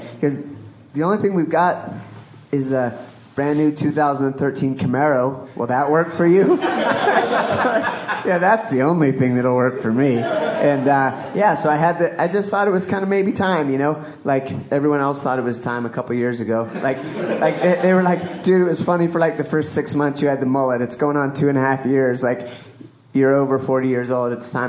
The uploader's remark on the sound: LIVE ENORMOCAST! I post up a virtually unedited recording of the very first Live Enormocast. Recorded Saturday morning, April 27th at Steve’s Guitars in Carbondale, and during the 5Point Film Festival.